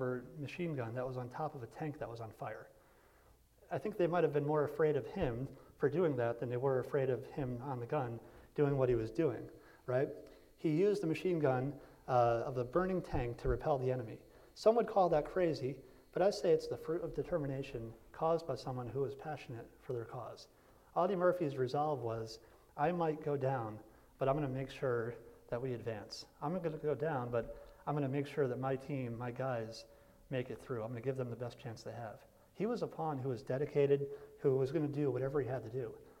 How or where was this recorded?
large echoing room